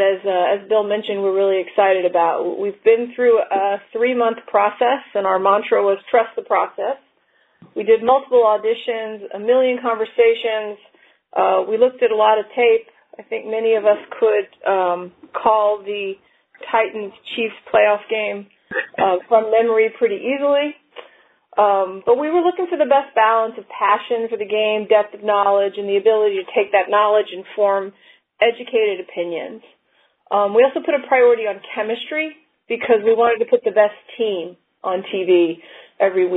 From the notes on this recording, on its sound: ESPN conference call